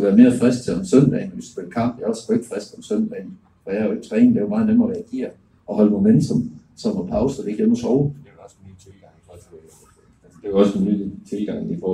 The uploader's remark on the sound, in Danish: Podcasten er optaget på en undendørsscene ved Utzon Centret i forbindelse med Idrætsmødet i Aalborg. Lydkvaliteten er meget dårlig.